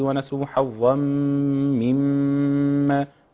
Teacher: ثلاثة ميم مشددة في جملة واحدة. تمام. حافظ على الغنة وزمانها